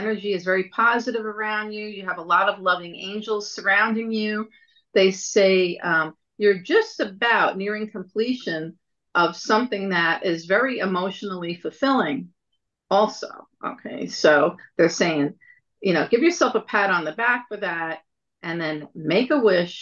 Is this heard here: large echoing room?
no